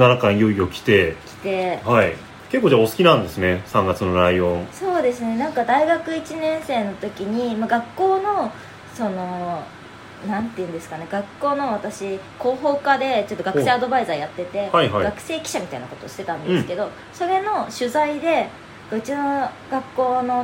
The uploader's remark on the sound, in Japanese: 録音の不備により、多少のノイズが混ざっております。